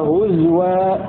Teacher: حفص له ضم الزاي والفاء مع إبدال همزة واو في الحالتين